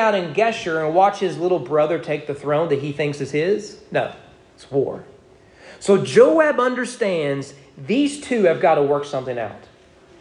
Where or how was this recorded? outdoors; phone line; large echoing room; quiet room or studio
large echoing room